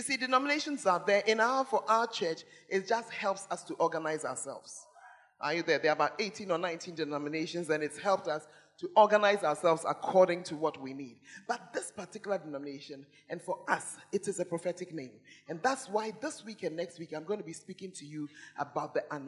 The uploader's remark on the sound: Preached At The Fountain of Life Cathedral (The Word Encounter Service).